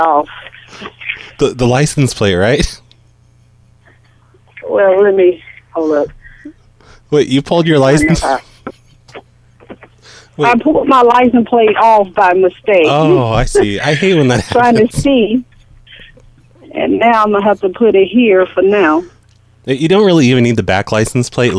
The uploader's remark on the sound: Prank Phone Calls Collection